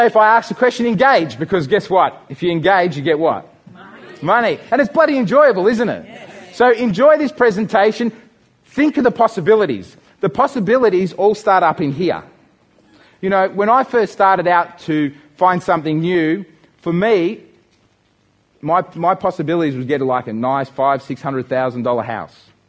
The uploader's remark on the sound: This audiobook is a live seminar recording from a series of events run by the owners of Think Grow Rich in Australia. This audiobook is a live seminar recording from a series of events run by the owners of Think Grow Rich in Australia.